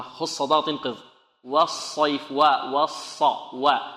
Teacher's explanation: إذن معنا واو في النطق، معنا واو وصاد في الرسم، واو ألف لام صاد، لكن في النطق واو وصاد. الصاد مفخمة والواو مرققة، ولا بد من المحافظة على ترقيق الواو، لأن الواو من الحروف المرققة والحروف المفخمة، من الحروف المرققة، والصاد من الحروف المفخمة.